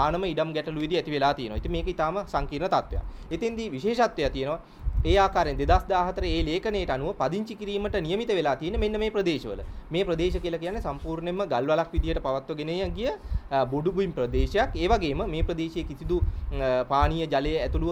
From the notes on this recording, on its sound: Media Conference, Unedited. Colombo.